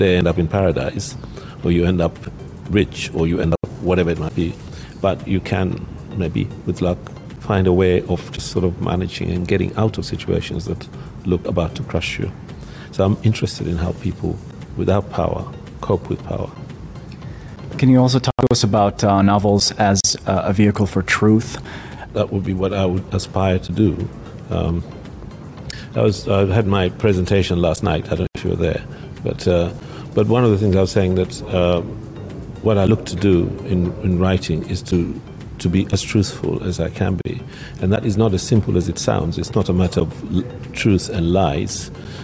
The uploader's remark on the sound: Pulse Live at SIBF 2021